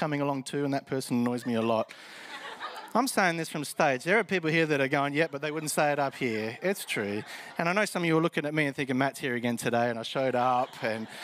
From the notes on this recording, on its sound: Hope Central [Live]. This recording is from a Live service at Hope Central Elizabeth, South Australia.